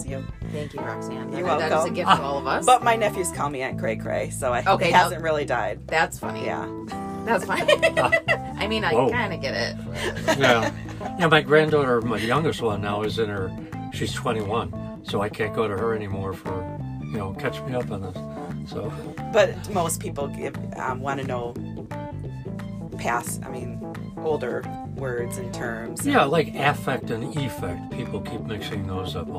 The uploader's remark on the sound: joins us in the UpNorthLive Hive party bus (AKA the news live truck!